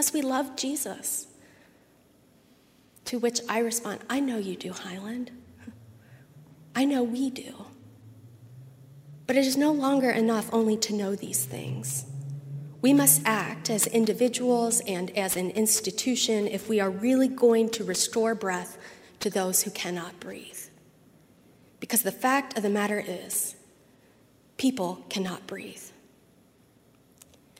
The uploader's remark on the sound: at Highland Baptist Church, Louisville, Kentucky